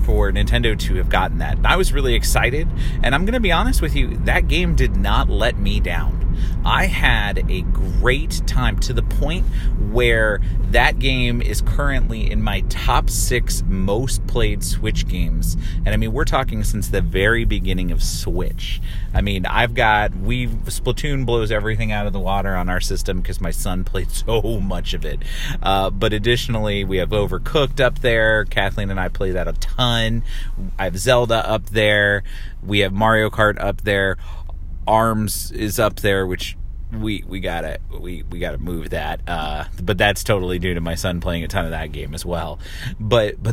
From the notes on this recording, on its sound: recorded in short form as I drive from one place to another